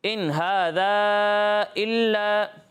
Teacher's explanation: ایک الف کے برابر کھینچنا ہے، اور ہا کو بھی ایک الف کے برابر کھینچنا ہے · Term: الف مدہ